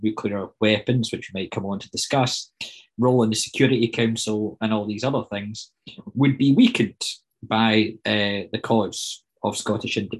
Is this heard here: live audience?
no